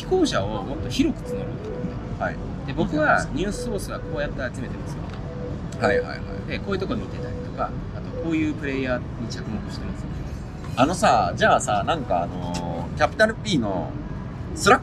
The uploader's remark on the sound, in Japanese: WordCamp Asia 2023の現場 Icon Siam で。WordPressの祭典WordCampがAsiaでおこなわれました。その現場からPodcastを収録。